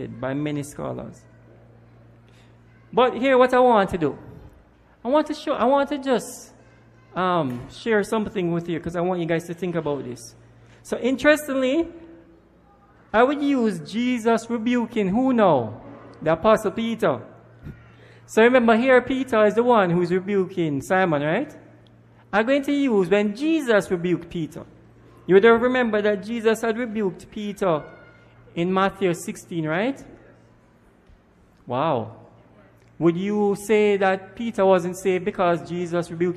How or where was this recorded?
large echoing room